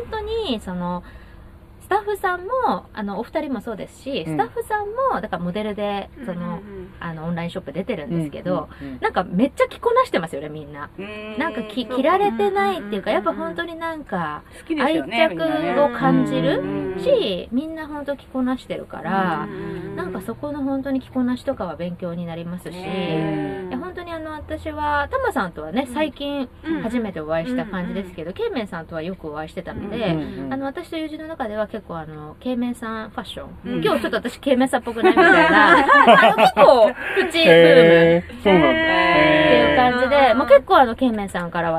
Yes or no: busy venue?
yes